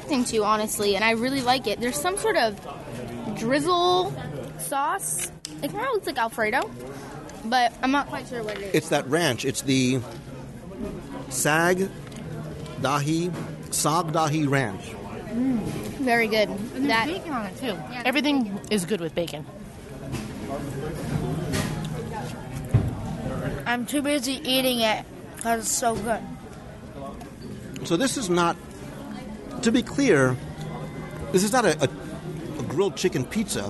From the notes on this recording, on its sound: This week, we travel to Disney’s Animal Kingdom Lodge, where we seek out one of those often overlooked dining locations. LIVE at The Mara, the counter service location at Jambo House.